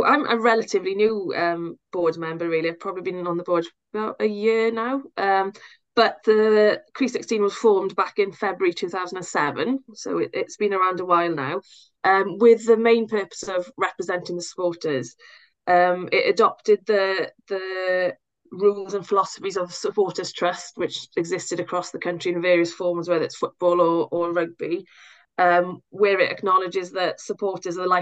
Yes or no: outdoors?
no